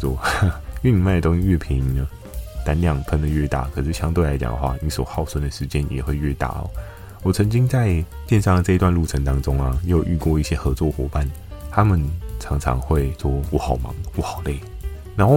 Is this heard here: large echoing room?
no